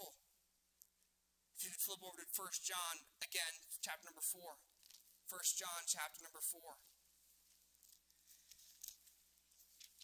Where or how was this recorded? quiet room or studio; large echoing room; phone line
large echoing room